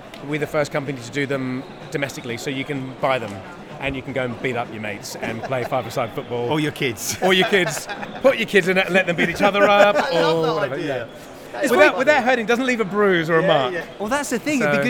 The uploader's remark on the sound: Live from the London Toy Fair. Recorded themselves while they did it.